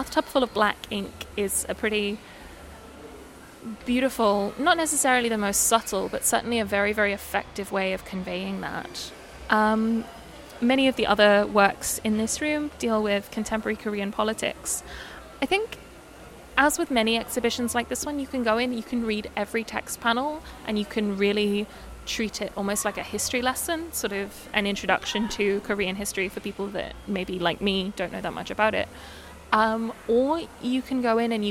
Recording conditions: background noise